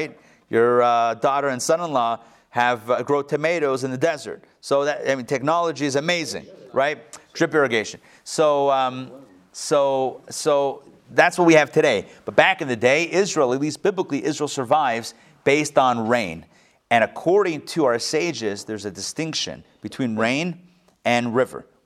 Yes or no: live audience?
yes